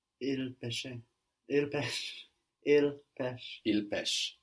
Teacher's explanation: So the ENT on the end of verbs, we don't hear it. So it sounds like the other versions.